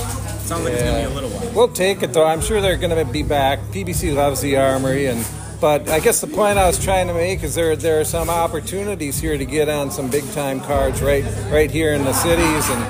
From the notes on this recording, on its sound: we’re on location at the CMB Boxing Gym in Burnsville